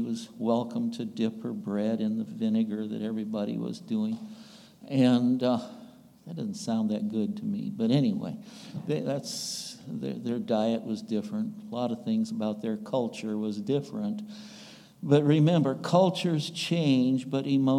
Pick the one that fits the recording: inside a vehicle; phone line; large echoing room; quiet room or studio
large echoing room